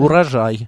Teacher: Вот вы, например, периодически произносите одноударный «р».